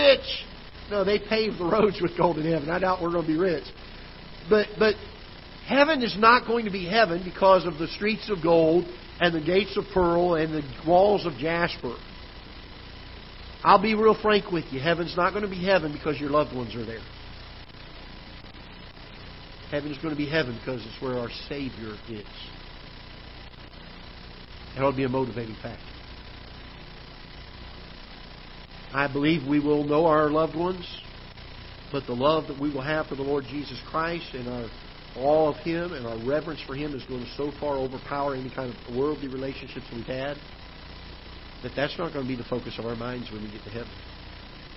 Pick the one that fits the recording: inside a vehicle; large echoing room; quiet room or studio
large echoing room